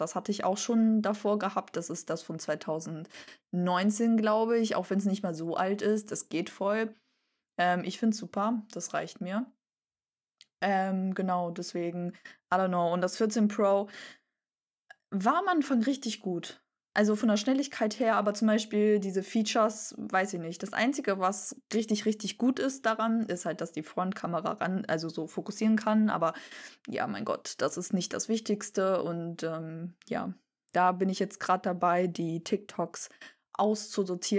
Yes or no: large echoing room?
no